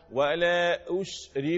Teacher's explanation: الشين اللي فيها شنشنة هي التفشي اللي في الشين انتشار الهواء الريح اللي في الفم